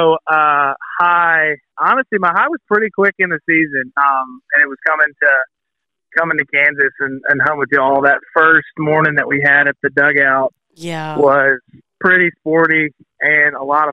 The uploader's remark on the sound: I jumped on the phone with a lot of people